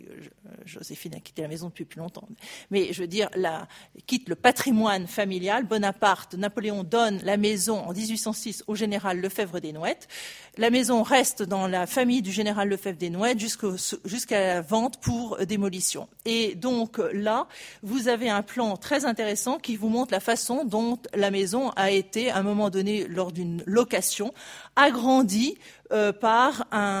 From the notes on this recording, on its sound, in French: Enregistrées le 28 janvier 2016 dans le cadre du colloque « Mobiliers, ensembles, décors.